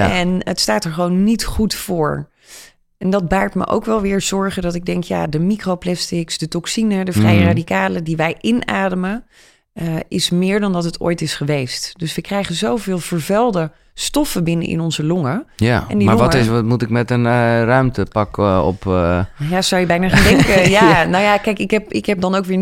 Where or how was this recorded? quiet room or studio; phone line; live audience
quiet room or studio